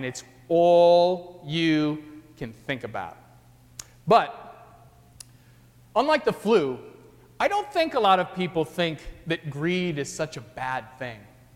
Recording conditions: large echoing room